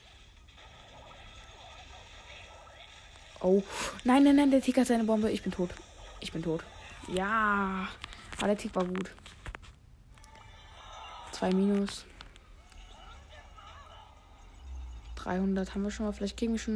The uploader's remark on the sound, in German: Der sound ist noch schlecht ich weiß.